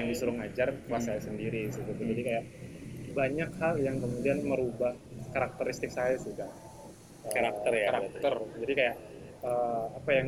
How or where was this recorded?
outdoors